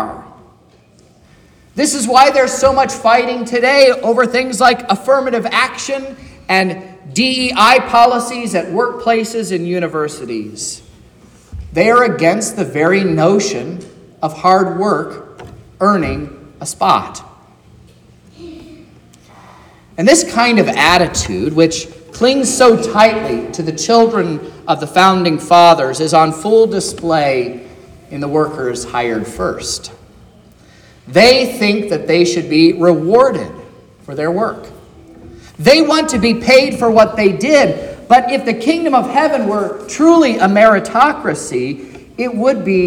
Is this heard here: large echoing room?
yes